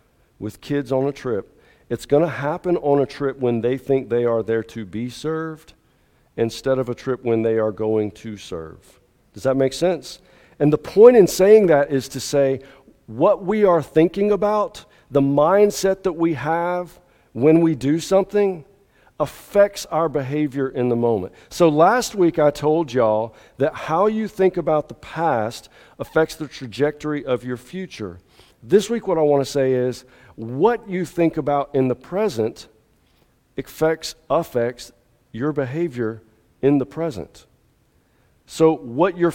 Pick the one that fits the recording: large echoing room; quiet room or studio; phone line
large echoing room